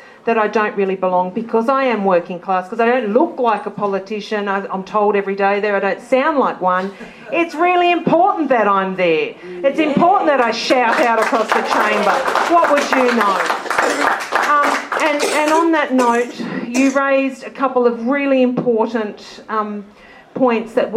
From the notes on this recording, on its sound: Politics in the Pub. Speakers also respond to questions from the audience.